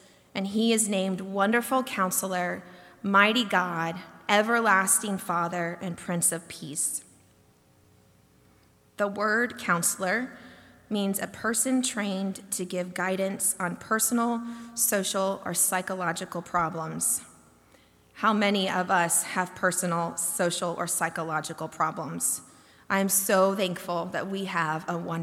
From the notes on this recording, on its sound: delivered during the Longest Night Service on December 21, 2023